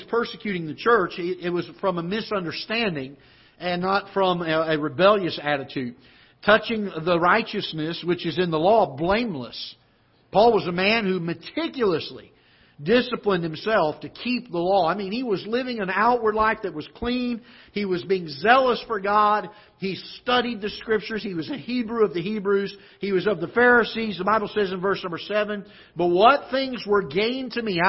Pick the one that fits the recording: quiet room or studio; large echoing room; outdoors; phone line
large echoing room